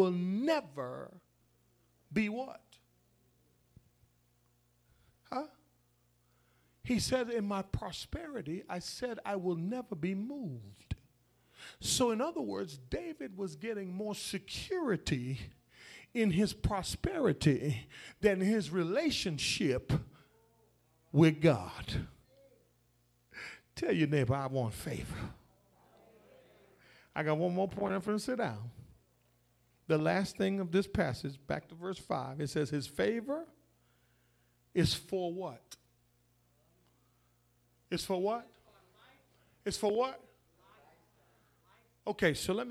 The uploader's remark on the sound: The Vision Church Houston 11am Sermon